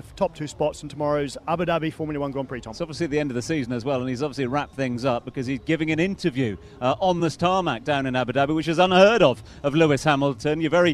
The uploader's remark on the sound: From the rooftop garden of Barasti